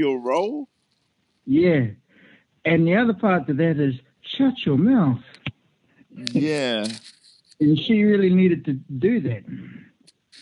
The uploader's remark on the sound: I catch up with my best friend via phone